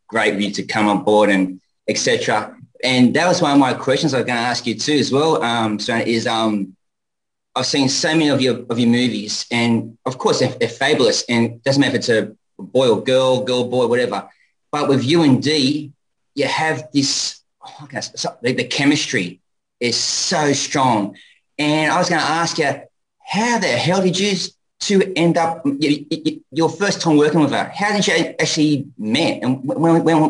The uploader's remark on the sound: on our 2/20/2022 Zoom Show